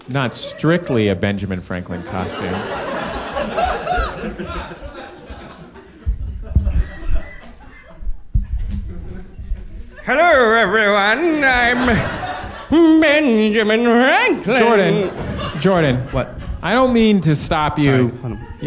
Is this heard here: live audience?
yes